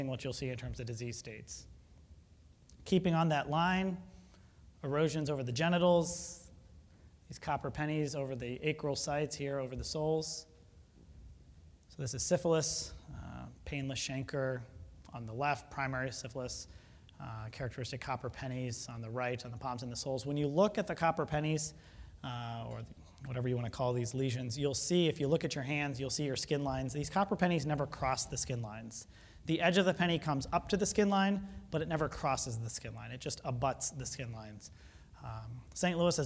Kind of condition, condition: setting, large echoing room